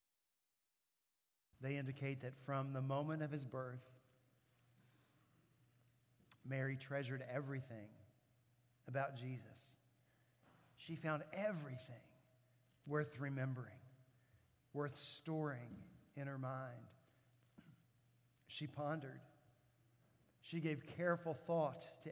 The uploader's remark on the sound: At Redeemer Presbyterian Church in Charleston, SC